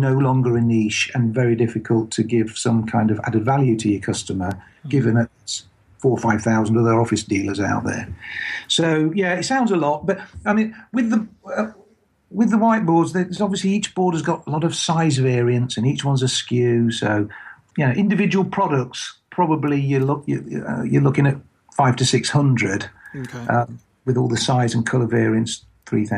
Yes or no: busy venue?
no